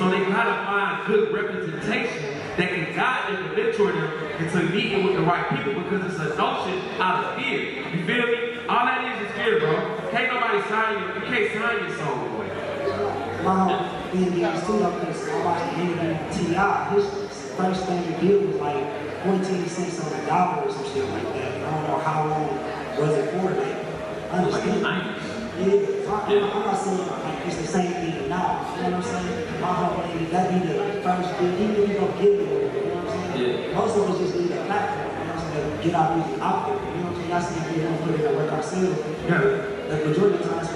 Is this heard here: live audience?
yes